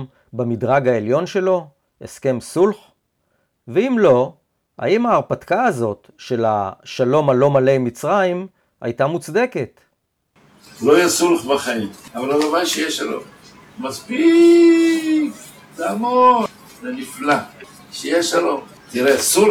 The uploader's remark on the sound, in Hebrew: הדברים שתשמעו כאן נאמרו לקבוצה קטנה של לומדי תרבות ערבית, ואני ביניהם, שהתכנסו ערב אחד לפני כשנה בבית הספר בכדורי. אני מתנצל מראש שאיכות ההקלטה אינה מיטבית.